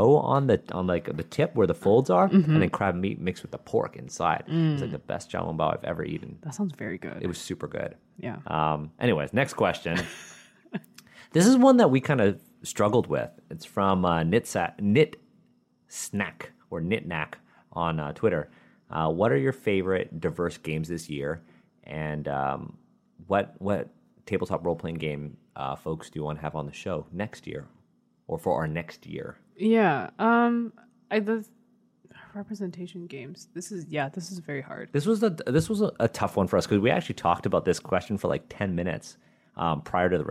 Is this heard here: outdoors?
no